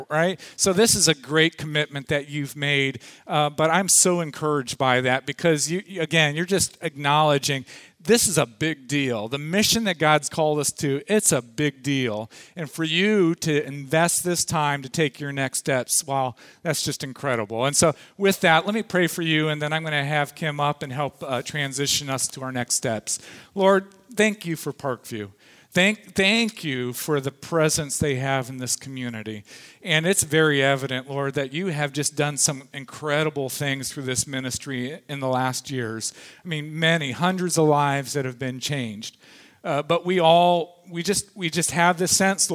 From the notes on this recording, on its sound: Audio from the afternoon session of the 2014 Lead Well conference held at Parkview Community Church